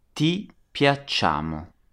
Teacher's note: we get piacciamo with a long ch sound, spelt with two C's